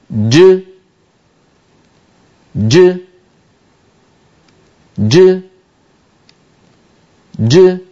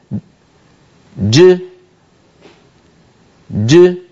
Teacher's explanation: هكذا الحرف الشديد المجهور يكون محبوسا ثم ينطلق صوته · Term: جيم مقلقلة